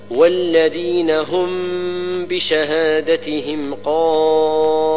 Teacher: الميم السكنة إذا جاء بعدها الباء تخفى مع غنة